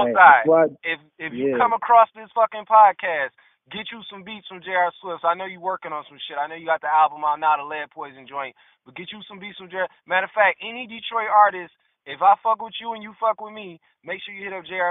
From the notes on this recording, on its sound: A call in interview.